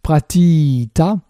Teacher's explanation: pratita, est en fait Prati tas, la sifflante finale ayant disparu pour une raison de Sandy.